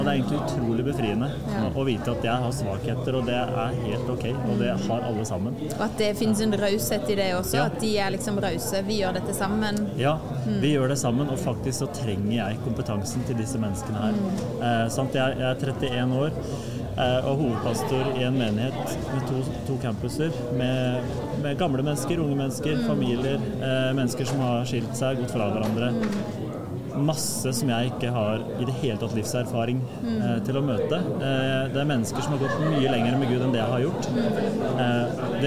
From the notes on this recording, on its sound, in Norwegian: Lederprat live fra HLT-standen på Led 24. Vi har en slags live-pod midt i folkehavet på Pinsebevegelsens lederkonferanse der vi slår av flere små prater med forskjellige ledere.